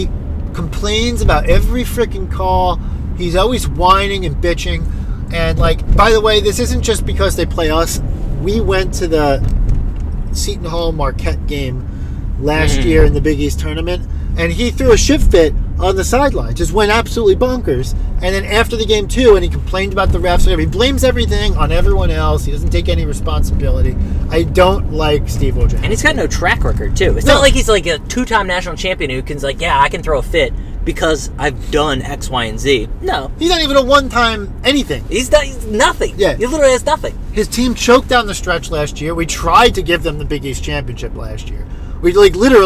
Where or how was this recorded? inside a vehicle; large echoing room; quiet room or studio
inside a vehicle